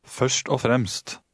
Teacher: Remember that the G at the end of the second word is silent.